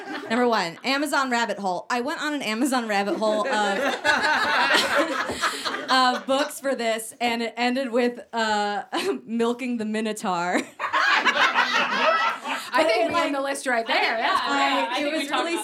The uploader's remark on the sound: Put on their first ever live show. In front of a live audience!